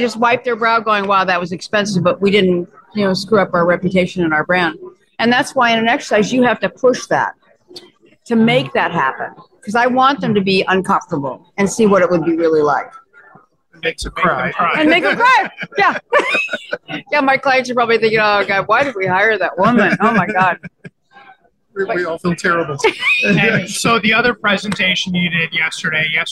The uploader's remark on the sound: a live broadcast from the Continuity & Resilience Today (CRT) conference in Toronto